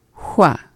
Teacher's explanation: we're just taking this h sound and we are rounding out the mouth. We get from h to h.